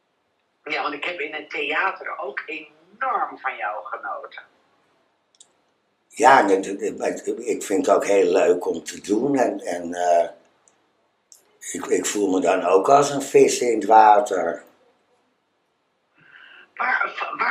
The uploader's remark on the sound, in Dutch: heb ik telefonisch contact met haar, terwijl ik in de Haarlemse galerie en public op de praatstoel zit